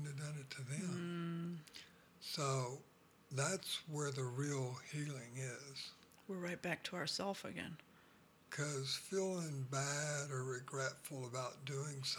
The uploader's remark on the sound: The sound is a bit low.